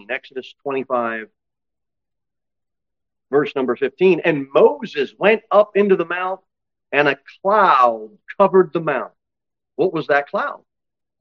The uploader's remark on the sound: Sermon delivered at Pilgrim Baptist Church on Sunday, July 23, 2023, at 11-15 am. Jere Whitson Rd. Cookeville, TN 38501.